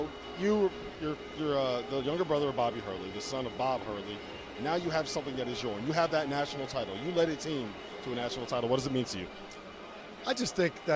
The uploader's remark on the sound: LIVE from NRG Stadium.